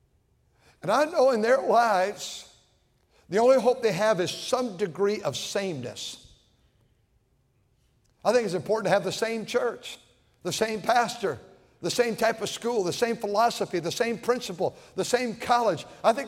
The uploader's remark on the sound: at North Valley Baptist Church in Santa Clara, California, during the Wednesday Evening service